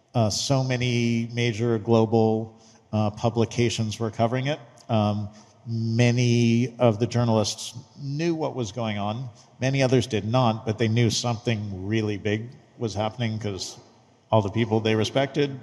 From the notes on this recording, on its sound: during a fireside chat at nft now and Mana Common’s The Gateway: A Web3 Metropolis